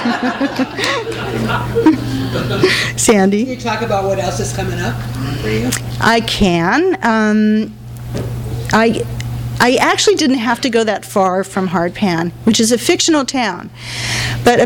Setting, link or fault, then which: setting, live audience